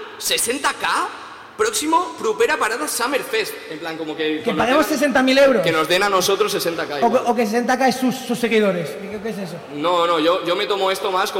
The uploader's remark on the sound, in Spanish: Finales de julio tuvimos la oportunidad de cerrar la temporada en directo dentro del 'Propera Parada: Summer Fest'.